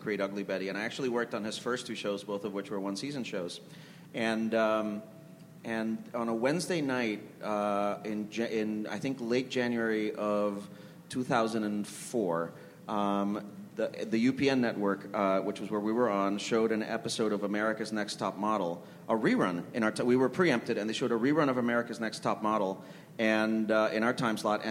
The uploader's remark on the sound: A double-header recorded at ATX, a Television Festival this year. Recorded at ATX Television Festival on June 11, 2016.